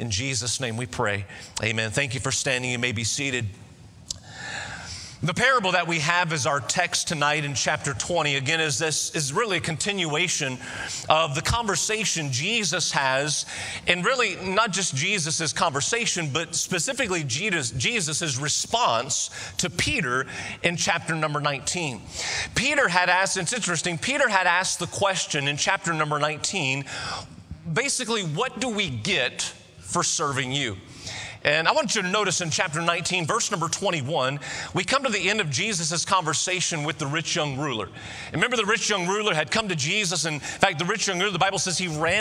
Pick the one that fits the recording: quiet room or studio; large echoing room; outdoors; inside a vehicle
large echoing room